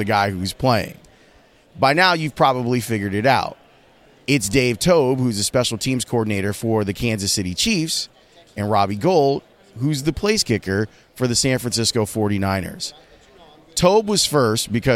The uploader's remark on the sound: Live from Radio Row in Miami for Super Bowl LIV